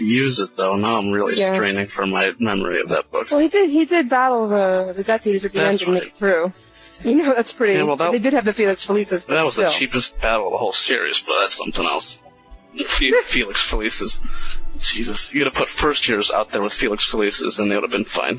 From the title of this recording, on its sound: Live Call-In